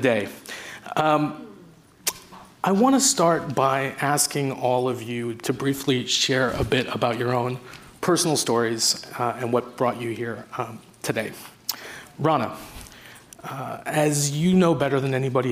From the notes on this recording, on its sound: Women speaking truth to power at Post Live’s Global Women’s Summit.